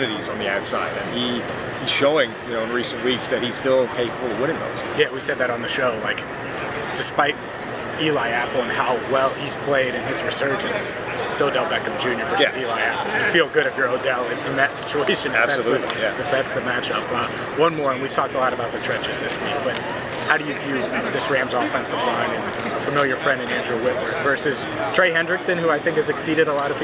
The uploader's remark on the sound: Big Game Week live from Radio Row.